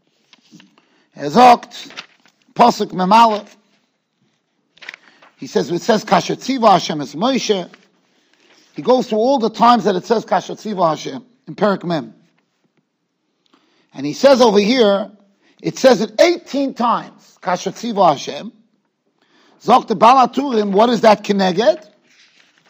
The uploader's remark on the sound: Shiur recorded in Yeshivas Ohr Reuven, Monsey, NY.